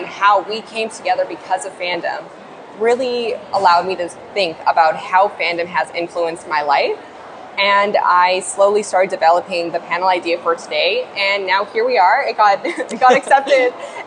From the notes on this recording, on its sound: FanExpo Panel. Share my panel from FanExpo Vancouver.